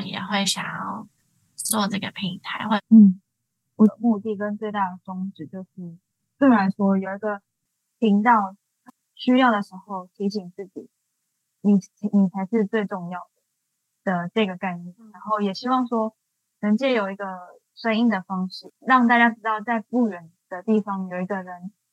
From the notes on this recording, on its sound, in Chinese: 本集採用遠端錄音，網路速度跟錄音品質可能有點影響聲音，再請多多包容～